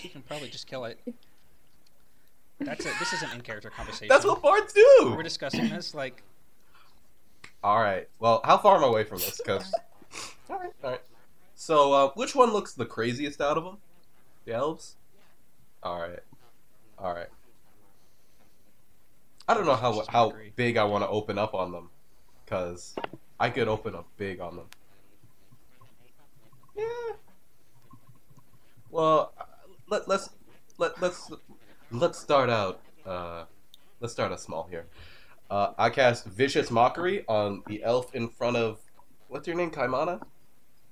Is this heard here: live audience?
no